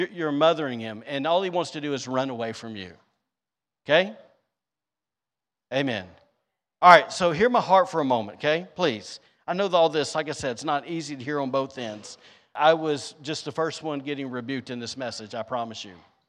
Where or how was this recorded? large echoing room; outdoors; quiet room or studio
large echoing room